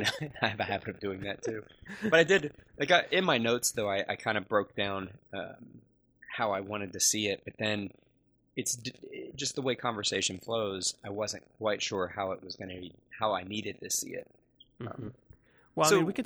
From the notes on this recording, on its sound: Please forgive our hosts for the poor audio quality on this one. There was a technical problem, but they made it work.